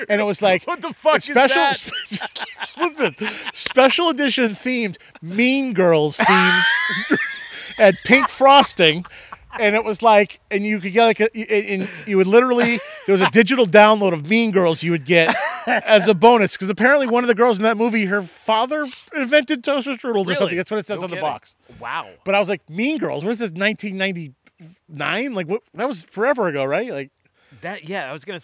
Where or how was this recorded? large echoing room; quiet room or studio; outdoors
outdoors